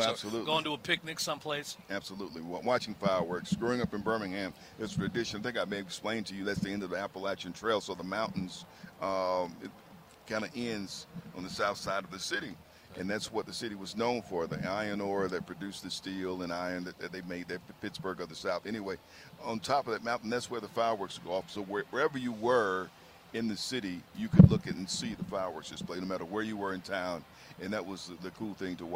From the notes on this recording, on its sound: Live from the PeachTree Road Race.